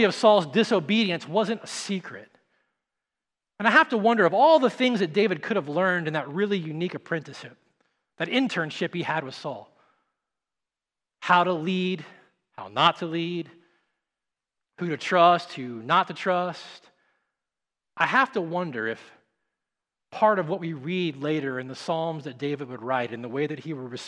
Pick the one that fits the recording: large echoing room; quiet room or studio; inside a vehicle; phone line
large echoing room